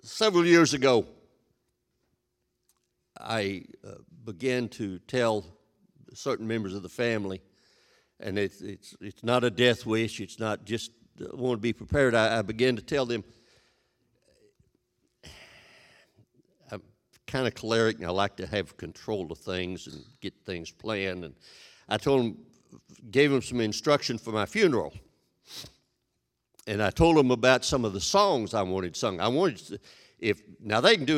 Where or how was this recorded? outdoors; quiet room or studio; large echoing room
large echoing room